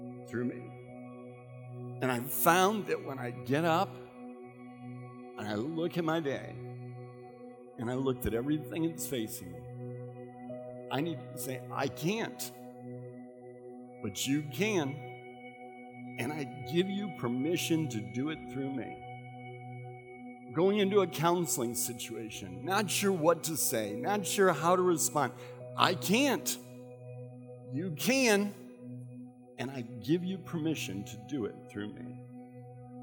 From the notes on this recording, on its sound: recorded at Central: A Christ-Centered Church on 12/27/15.